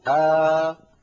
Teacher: أبدل الثانية الساكنة حرف مد مجانس لحركة الهمزة الأولى